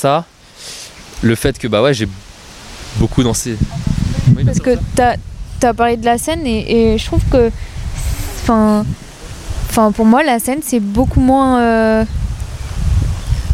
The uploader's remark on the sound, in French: On a enregistré au milieu d'un parc entouré de chiens.